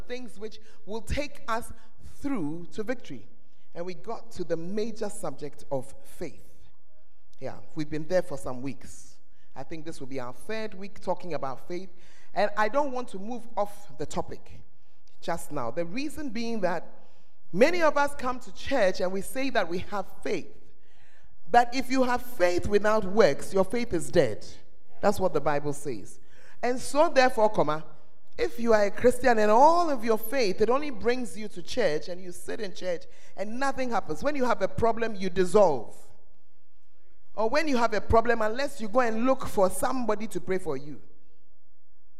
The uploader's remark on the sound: Preached at the First Love Center, Ayeduase